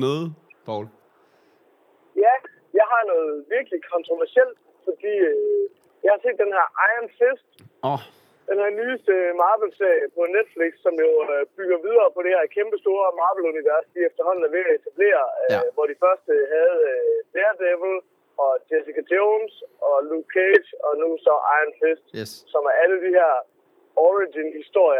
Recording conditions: inside a vehicle